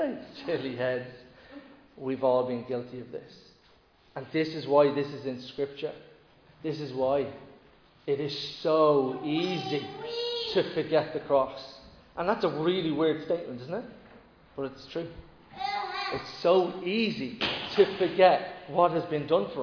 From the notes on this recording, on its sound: Recorded live in Liberty Church on 22 May 2022